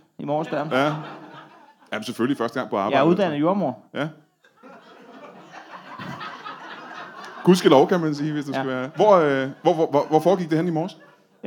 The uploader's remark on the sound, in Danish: LIVE fra Præstø